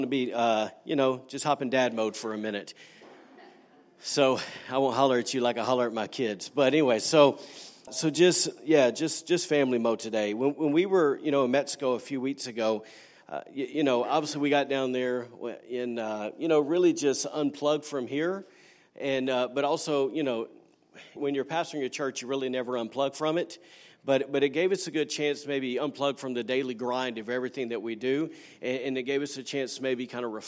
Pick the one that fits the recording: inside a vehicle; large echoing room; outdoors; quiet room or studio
large echoing room